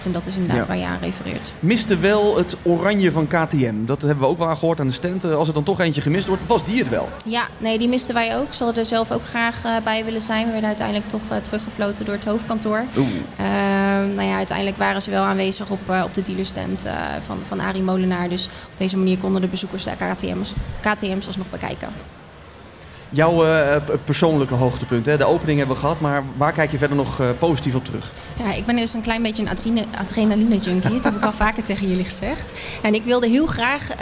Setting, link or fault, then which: setting, busy venue